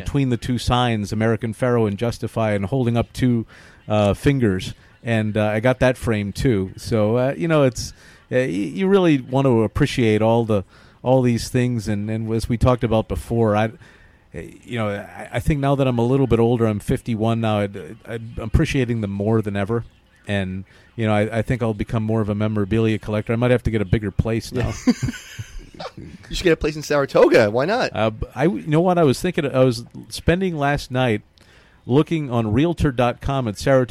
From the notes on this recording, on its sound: live from Belmont Park